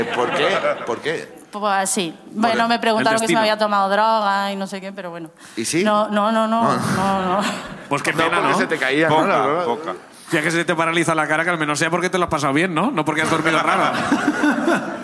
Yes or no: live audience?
yes